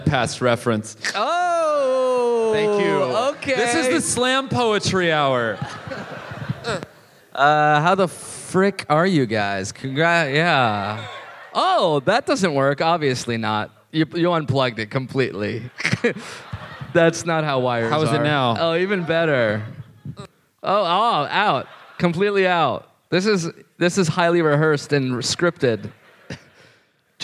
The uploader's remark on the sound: live in Melbourne!